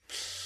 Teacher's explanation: And a perfect example might be please, in which the energy of the stop plosive, that unvoiced airflow, delays the onset of vocalization through the next consonant · Term: devoicing